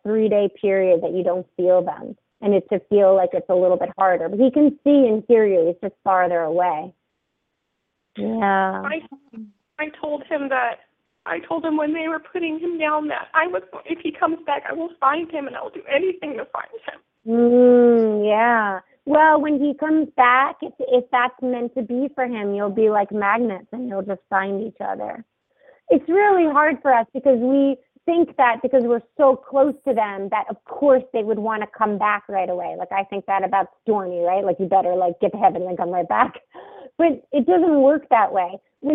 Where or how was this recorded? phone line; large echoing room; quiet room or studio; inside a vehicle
phone line